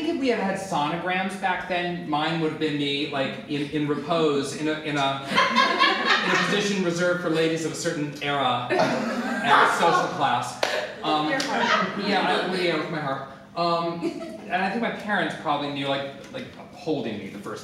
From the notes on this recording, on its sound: Performed live at Comedy Central Stage.